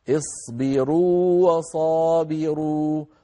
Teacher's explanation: التقى مثلان وهما الواوان، لم ندغم الواو الأولى في الثانية لأنها مادية، لو أدغمناها وأقول لو لقلنا اصبروا وصابروا ولا يفعل ذلك